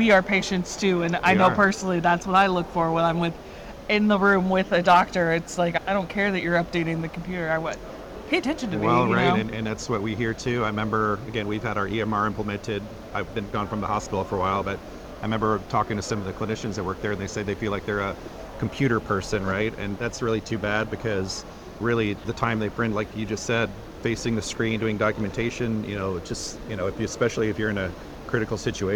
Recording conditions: busy venue